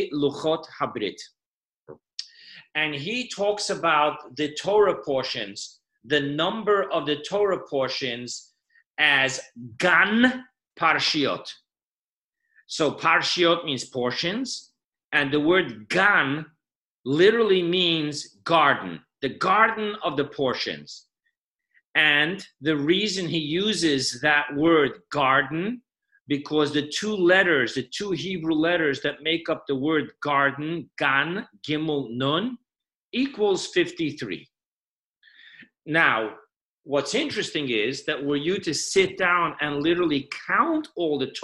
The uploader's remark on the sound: Weekly Zoom Parsha Class